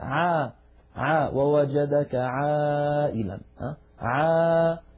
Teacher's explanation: فالعين مستفلة فلا تفخمها العرب، لا يصح أن نقول عا، لابد أن نقول عا ووجدك عائلا عا مرققة.